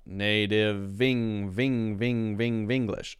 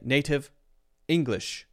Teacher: I'm pushing the last sound of the first word into the next word, the first syllable of the next word, and I'm continuing my voice. · Shown in: first take · So the other thing that's happening here is that the voice does not stop.